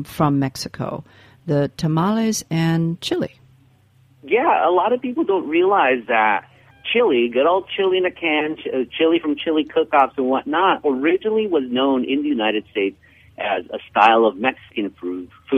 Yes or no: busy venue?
no